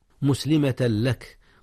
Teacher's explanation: لك، مسلمة لك، جاء الإدغام هنا يا أستاذنا، ولكنه بغير غنة، أدغم التنوين في اللام، واللام ليس من أحرف الغنة